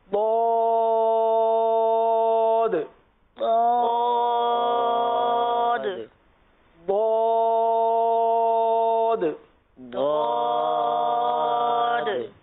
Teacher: जबान की करवट और ऊपर के दाढ़ों की जड़ से